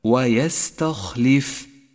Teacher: ولاحظ صفة التفخيم لحرف الخاء، ويستخلف، فهو حرف استعلاء مفخم. ثم لاحظ سكون حرف الفاء، وإياك أن ترفعها بضمة، أي تقول ويستخلف، فهي ساكنة وليست مضمومة.